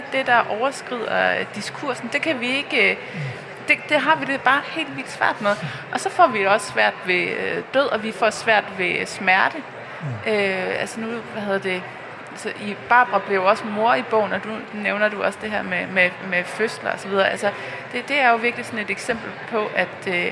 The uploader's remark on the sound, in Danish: Live fra Bogforum i København.